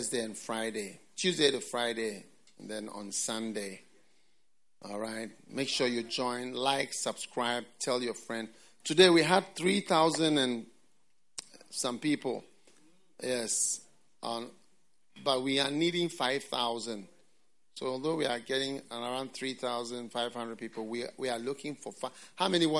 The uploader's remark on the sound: Preached at The FLOW Church Service, First Love Center. Accra.